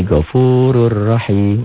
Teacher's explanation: Bunyi N-nya, bunyi nun mati menjadi bunyi huruf di hadapannya. Gofurun. Gofurun rahim. · Term: idgham bila gunnah